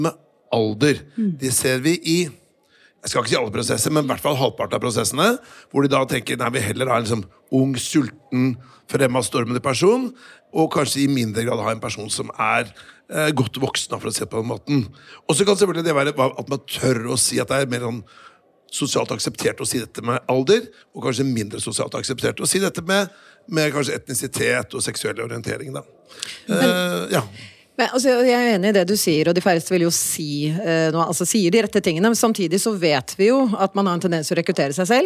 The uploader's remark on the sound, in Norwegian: live fra Arendalsuka